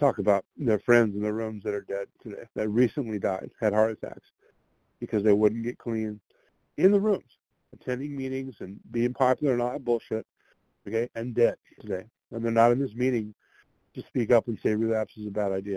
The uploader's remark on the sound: qualification from the 100 Pounders Phone Meeting